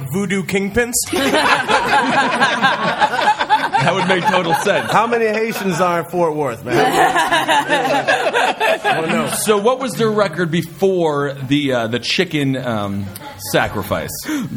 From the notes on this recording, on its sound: Live at the Creek and the Cave! It’s our first ever live episode!